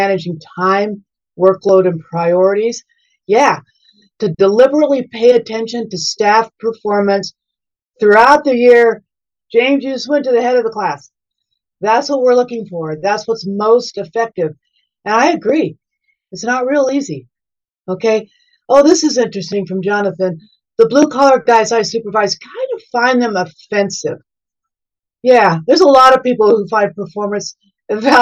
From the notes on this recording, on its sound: We present the audio from that webinar.